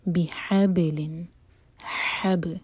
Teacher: ح حلق سے با پر باؤنس کریں گے